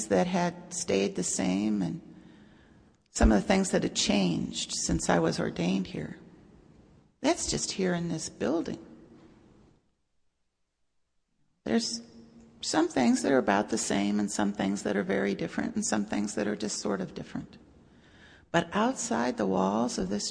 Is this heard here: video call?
no